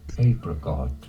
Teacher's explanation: You want to stress on the first syllable.